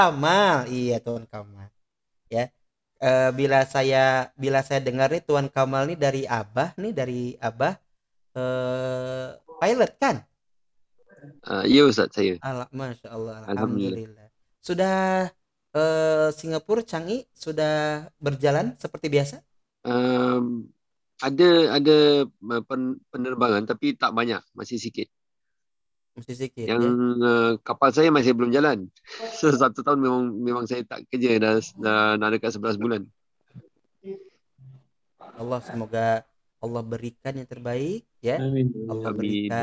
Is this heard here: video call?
yes